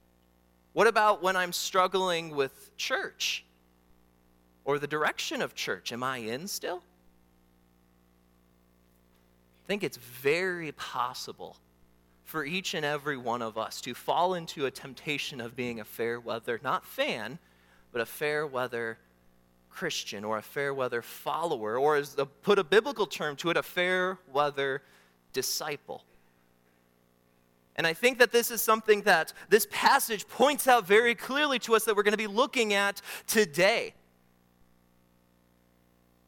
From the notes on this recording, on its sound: during the Morning Worship Service on Sunday, February 25, 2024, at Calvary Baptist Church in Battle Creek, Michigan